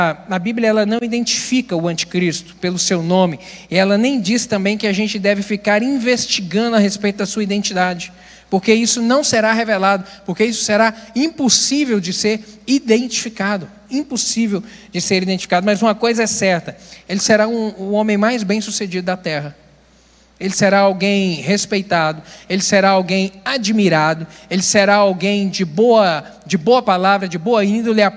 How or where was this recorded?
large echoing room